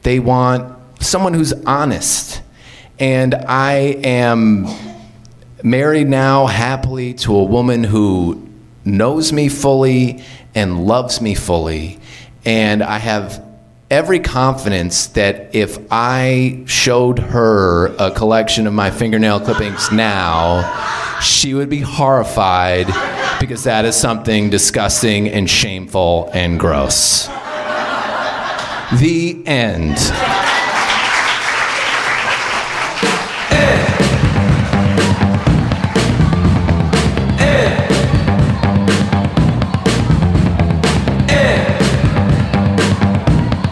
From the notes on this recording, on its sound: Live From LA Storytelling Fest. Tell true stories at the live RISK!